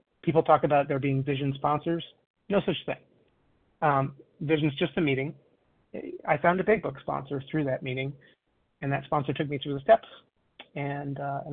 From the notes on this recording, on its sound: 100 Pounders Phone Meeting, 4/14/23